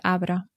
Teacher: Que s'escriu arbre, però la primera R no es pronuncia.